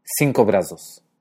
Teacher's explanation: el primer sonido de S en brazos se sonoriza